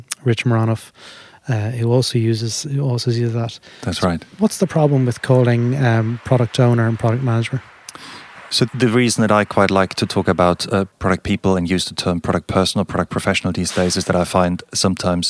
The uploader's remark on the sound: Whilst at the Leading the Product Conference in Stockholm